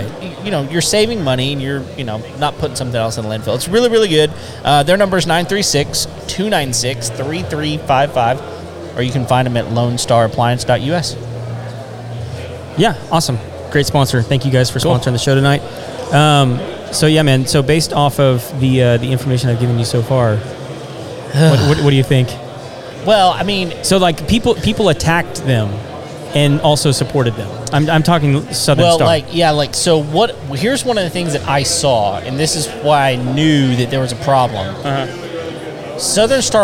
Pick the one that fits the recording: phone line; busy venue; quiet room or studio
busy venue